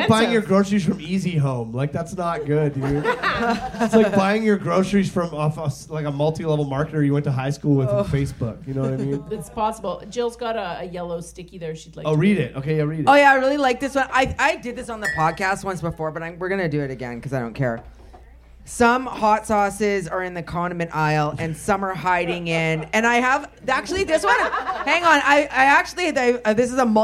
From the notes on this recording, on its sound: Live From The Langford Legion! Our 3rd live show.